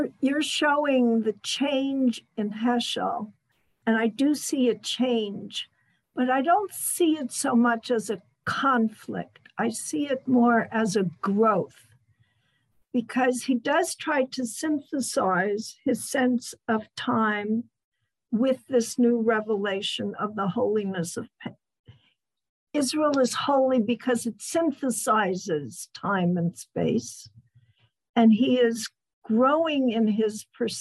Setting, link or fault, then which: link, video call